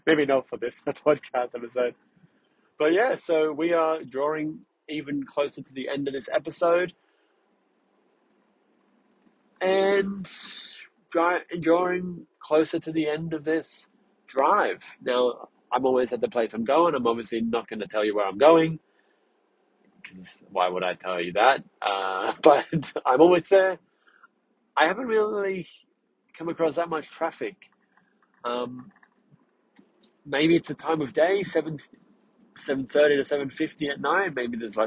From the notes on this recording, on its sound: Features a road trip, albeit a short one. On this drive we encounter almost 0 traffic (because it was 9pm at night).